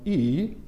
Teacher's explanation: In the first place, you'll notice that it should be said musically with tones, as in Mandarin. The first vowel is spoken with a dipping tone, E, where the pitch falls and then rises. The second vowel has a strictly rising tone, E, almost as if you're asking a question.